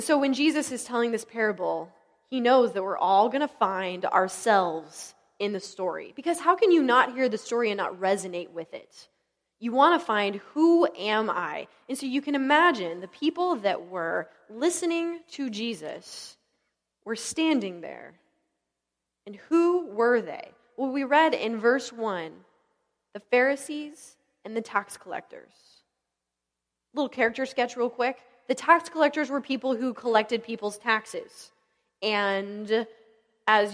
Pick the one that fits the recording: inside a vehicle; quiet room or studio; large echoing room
large echoing room